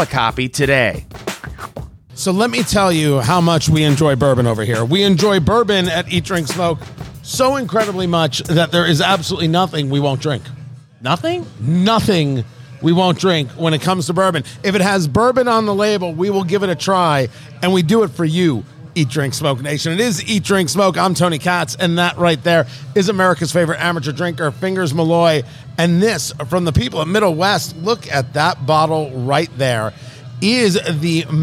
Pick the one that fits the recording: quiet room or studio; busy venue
busy venue